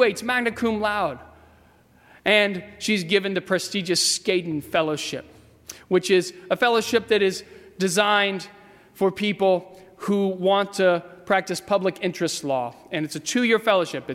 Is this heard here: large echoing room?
yes